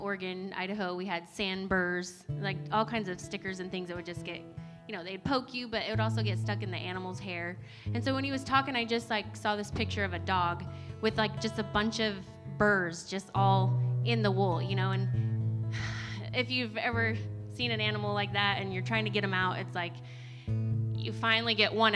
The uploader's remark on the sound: recorded on Sunday, October 11, 2020, during service at The Anchor Church in Rockport, Maine